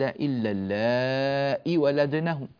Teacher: الياء مكتوبة ولكنها لا تنطق، إلا اللائي ولدنه، إلا اللائي، إذا وقف إلا اللائي، وإذا وصل إلا اللائي ولدنه، هكذا في الوصل والوقف.